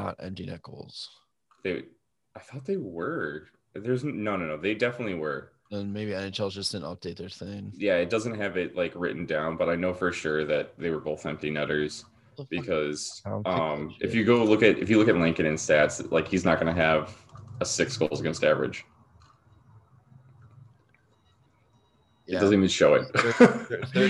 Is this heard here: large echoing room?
no